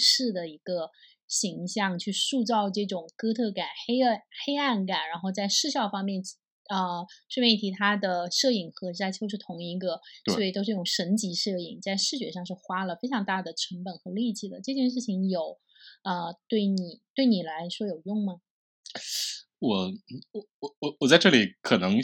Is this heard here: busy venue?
no